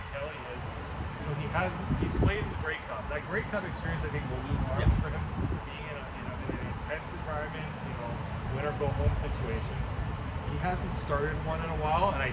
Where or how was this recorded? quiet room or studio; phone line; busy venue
busy venue